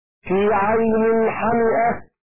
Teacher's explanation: بحذف الألف وهمزة مفتوحة